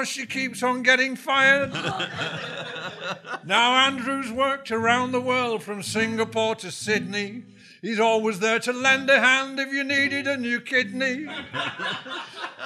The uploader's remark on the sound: Recorded live in front of audience. We’re still recording the show at the Showroom Cinema in the heart of Sheffield.